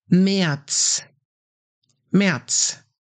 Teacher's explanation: the Z at the end is pronounced like TS